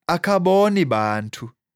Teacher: Note the dropping of the initial vowel after the negative, if any nouns follow.